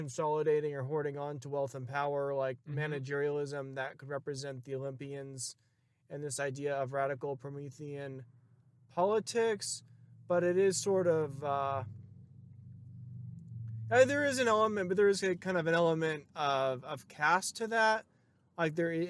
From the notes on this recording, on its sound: Recorded on May 1st, 2022, on a trip through the backcountry of San Diego County , near Palomar Mountain. A field-recording. On a trip through the backcountry of San Diego County , near Palomar Mountain.